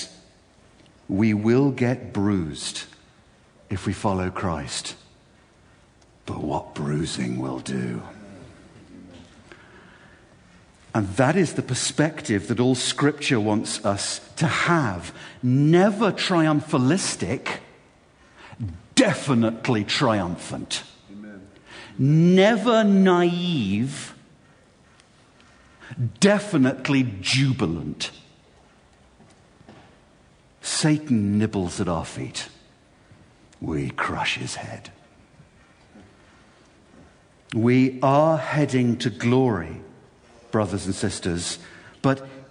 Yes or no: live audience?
yes